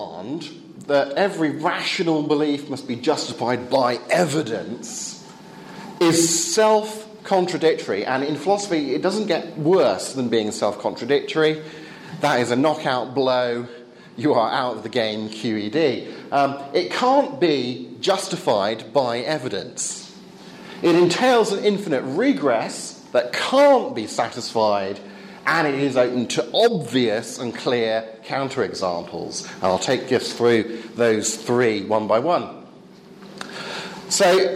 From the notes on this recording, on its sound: Talk on scientism and religious knowledge delivered at the 2014 European Leadership Forum.